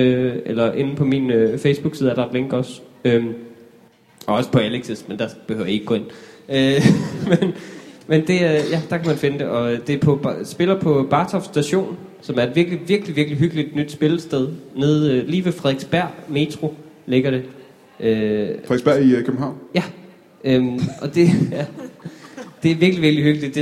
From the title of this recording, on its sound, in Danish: Skuespilhuset #ZCF LIVE